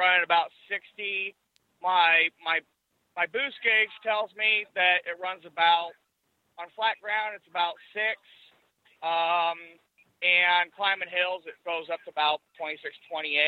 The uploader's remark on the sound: Call in Question and Answer Show